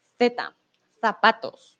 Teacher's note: pronunciar la Z como una Z, con la lengua entre los dientes